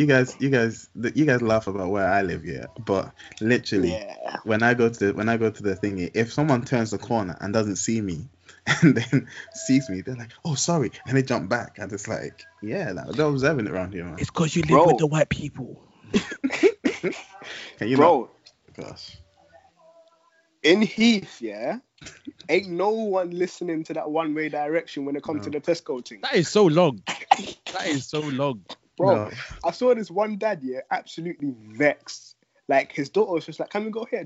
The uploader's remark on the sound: We're still recording remotely as we're all observing lockdown